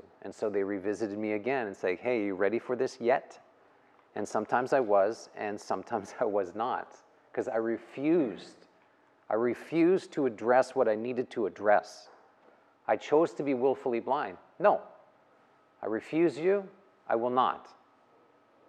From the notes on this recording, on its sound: The live recorded lecture took place during a 200-hour yoga teacher training at Peace Retreat in Los Pargos, Costa Rica in January of 2022.